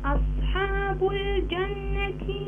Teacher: الجيم من الحروف القمرية وليس من الحروف الشمسية، ففي هذه الحالة ينبغي إظهار اللام قبله